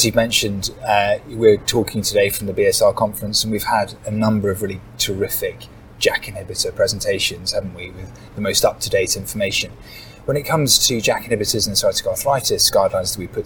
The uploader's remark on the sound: join us live from our Annual Conference